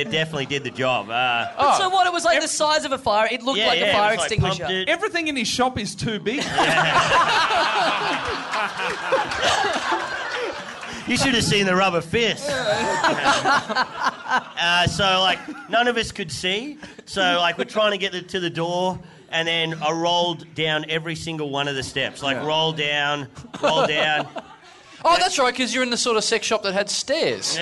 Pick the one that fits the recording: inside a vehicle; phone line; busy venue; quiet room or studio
busy venue